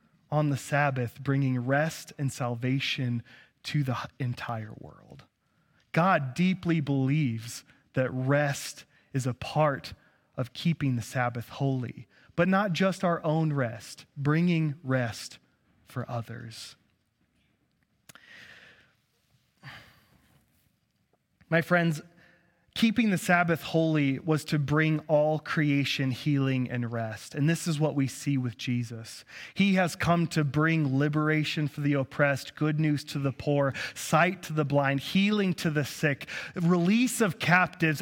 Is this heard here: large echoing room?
yes